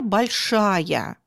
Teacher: И в данном случае после «а» в окончании прилагательного обозначает два звука «и», «а». Но «а» здесь такое, как говорят филологи, редуцированное, немножечко сокращенное. Но звука мы слышим два.